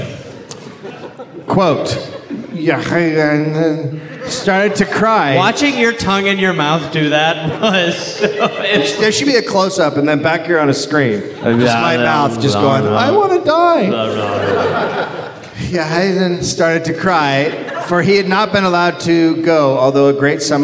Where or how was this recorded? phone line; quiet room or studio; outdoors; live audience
live audience